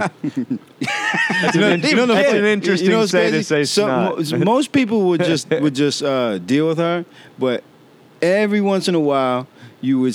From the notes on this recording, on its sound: Recorded every Tuesday afternoon at the World Famous Comic Strip Live in Manhattan's Upper East Side.